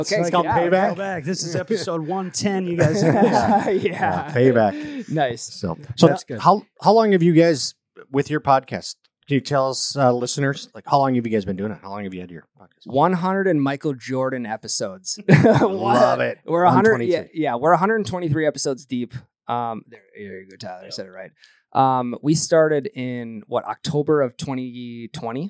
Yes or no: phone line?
no